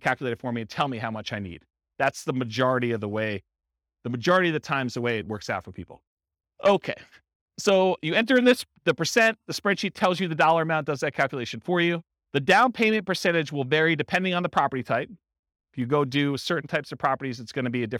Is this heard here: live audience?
yes